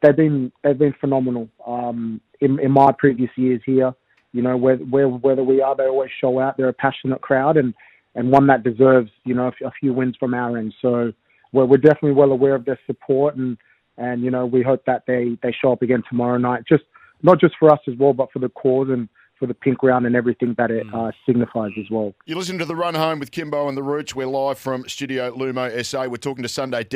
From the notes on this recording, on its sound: SEN SA. Jumped on teh phone.